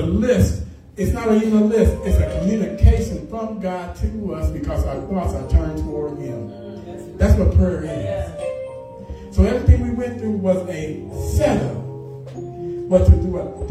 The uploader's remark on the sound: Sunday Morning Service